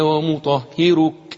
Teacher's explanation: الراء دي حكمها الورش مرققة لأنها مضمومة مسبوقة بحرف مكسور